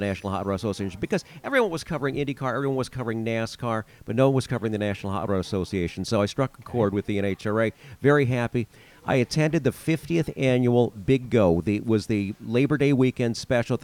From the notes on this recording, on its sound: We meet at Maxim's Diner in Merrillville, Indiana on January 23, 2024. During a day filled with freezing rain driving.